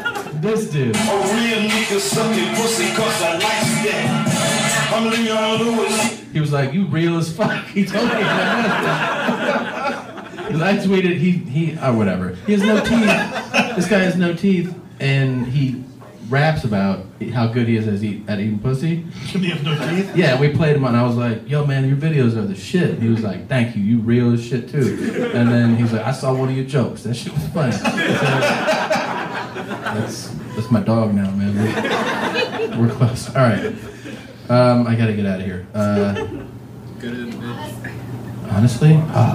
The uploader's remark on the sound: Live From Vancouver.